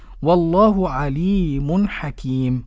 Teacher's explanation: والله اسم الجلالة اللام فيه مفخمة لأن ما قبلها مفتوح. عليم اللام مد طبيعي والتنوين أتى بعده حاء إظهار حلقي.